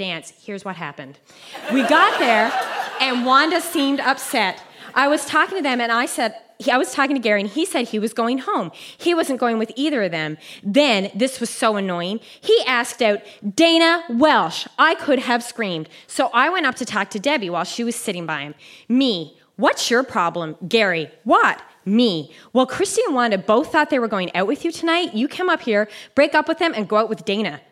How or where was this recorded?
live audience